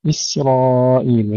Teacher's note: السين دائما ننتبه إلى أنها مرققة، مثل هذه الكلمة كثير من الإخوة يفخمونها لمجاورة الراء المفخمة. إسرائيل ليس إسرائيل، إسرائيل، وأيضا تسكينها بدون قلقلة ليس إسرائيل، إسرائيل.